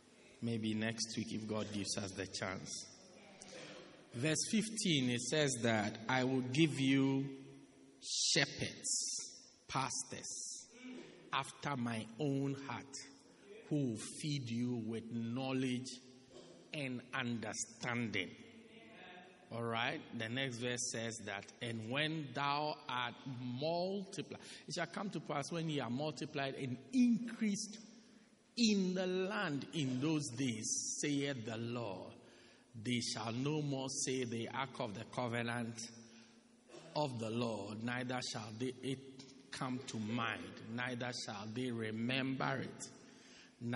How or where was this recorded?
large echoing room